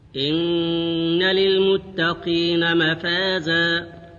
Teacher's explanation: النون المشددة التي هي حرف غنة